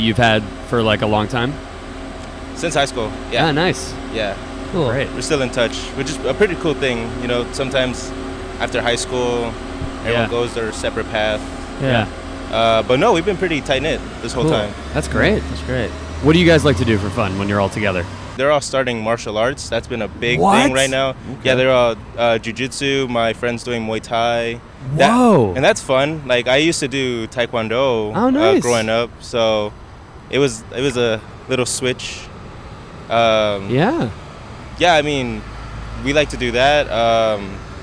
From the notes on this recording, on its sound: Recorded 5/31/2022 outside the Dixie Hollywood in Los Angeles.